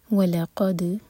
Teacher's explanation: اللہ الرحمن الرحیم ولقد واو کے لیے ہوٹ کول و لقد لام لائٹ قاف ہیوی اور دال پر قلقلہ